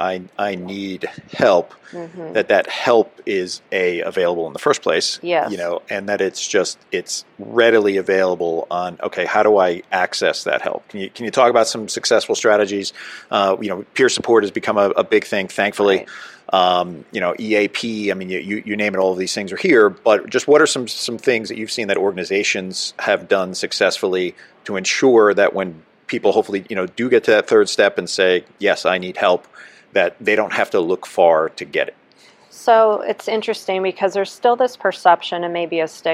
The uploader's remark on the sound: A Psychologist from Southern California's Premier First Responder Psychological Services , at the 2023 NEP "We Need to Talk" mental and behavioral health conference in Las Vegas.